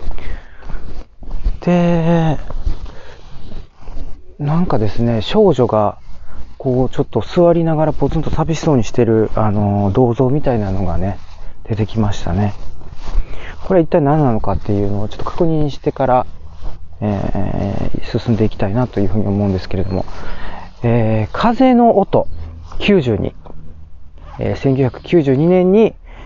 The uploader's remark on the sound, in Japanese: 北海道の洞爺湖の周辺をウォーキングしながら収録を行っております